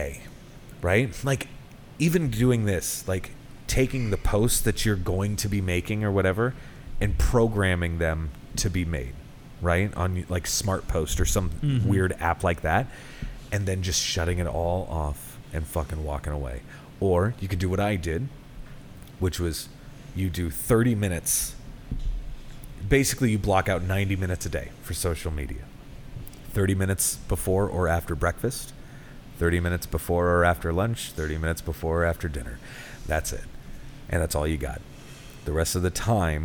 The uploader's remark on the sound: Recorded live from Big Rip Brewing Company in KC.